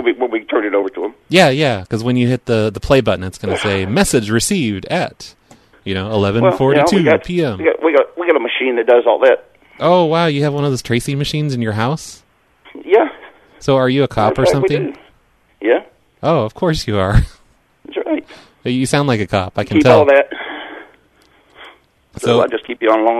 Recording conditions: phone line